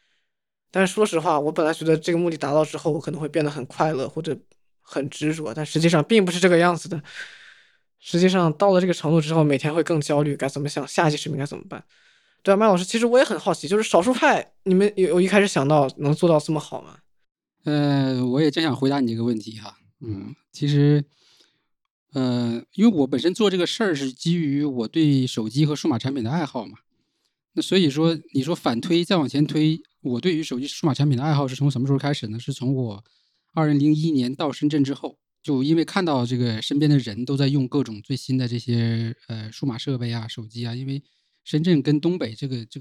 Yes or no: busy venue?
no